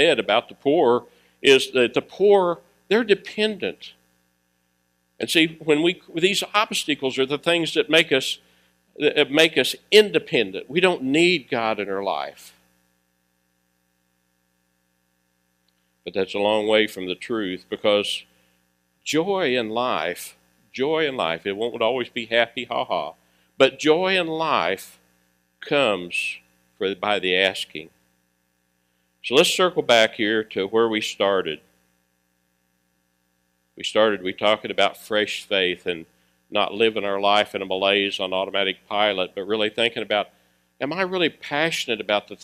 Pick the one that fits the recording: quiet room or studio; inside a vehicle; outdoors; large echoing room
large echoing room